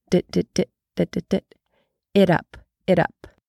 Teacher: That T in there sounds like a very quick D. That's a flap T.